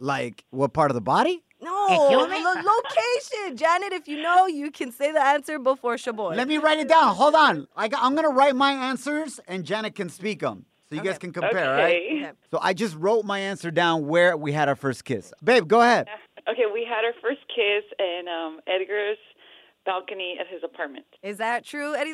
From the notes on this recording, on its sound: Taking your questions via phone on this episode!